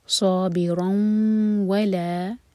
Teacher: ادغام غنہ کے ساتھ، دو سیکنڈس کا ٹائم دیں اور نیزل آواز ہوگی